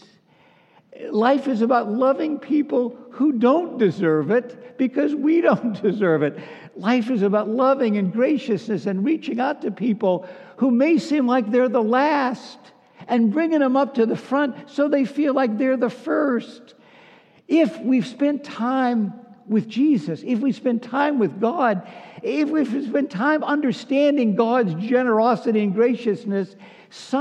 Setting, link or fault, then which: setting, large echoing room